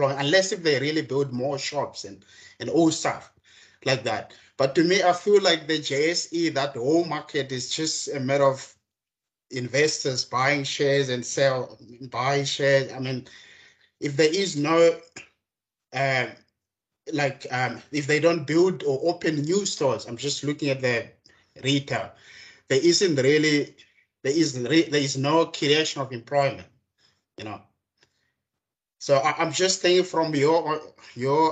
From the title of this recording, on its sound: Business Acumen Webinar